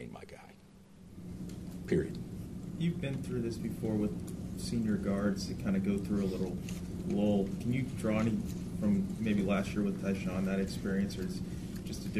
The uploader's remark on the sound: Press Conferences & Post-Game Interviews.